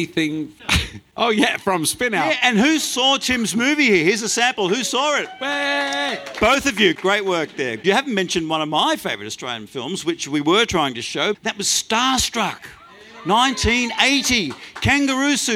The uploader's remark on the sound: Act 2 of The Festival of Dumb Ideas. On stage at The Harold Park Hotel, on 14th November.